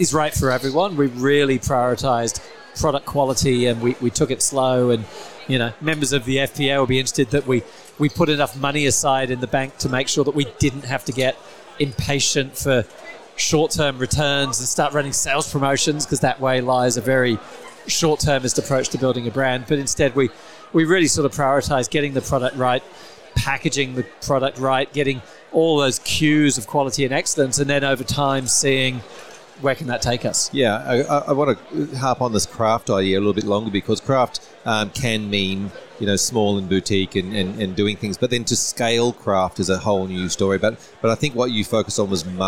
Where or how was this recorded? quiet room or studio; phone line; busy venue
busy venue